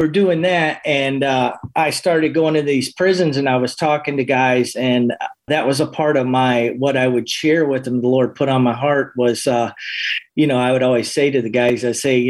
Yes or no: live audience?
no